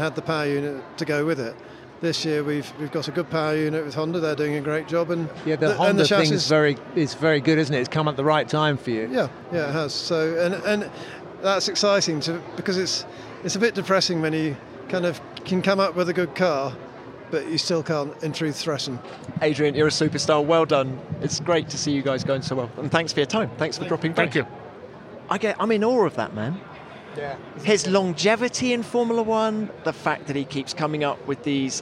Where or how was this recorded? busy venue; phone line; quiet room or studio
busy venue